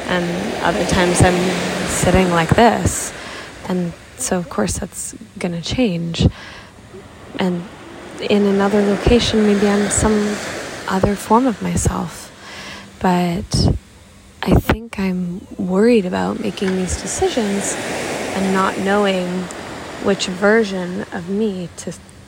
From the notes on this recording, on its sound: Life chat by the ocean. Hopefully the calming noise of the ocean brings you peace.